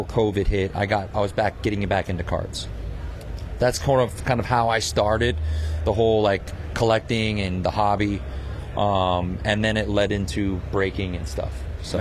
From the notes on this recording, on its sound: LIVE from the Burbank Card Show. From the Burbank Card Show in Anaheim. On the Hobbzi stage.